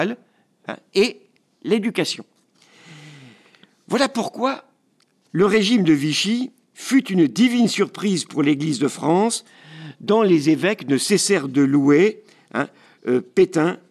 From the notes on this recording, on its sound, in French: Une conférence organisée par Combat laïque, combat social. Enregistrement : Rosalux.